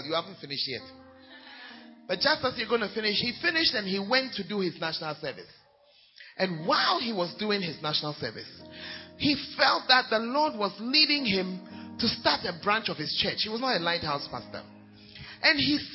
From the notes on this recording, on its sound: Preached At Gathering Service, UHAS